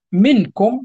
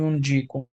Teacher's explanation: إذا الإخفاء كما ذكرنا هو عبارة عن النطق بالحرف على صفة بين الإظهار والإدغام عار عن التشديد، فلا نشدد الحرف الثاني مع بقاء الغنة في الحرف الأول